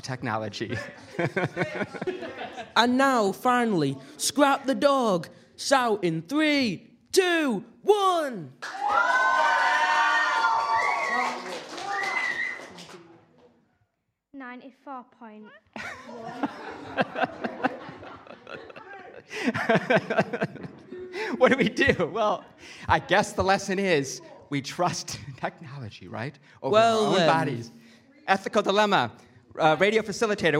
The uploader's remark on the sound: Live from the Writing on Air Festival.